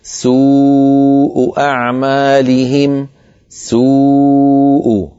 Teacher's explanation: هنا حرف الواو حرف مد وبعده همزة في الكلمة نفسها، إذن مد متصل.